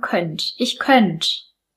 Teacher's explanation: Bei dem Verb könnte lassen wir den Schwa-Laut weg. Wir sagen könnt.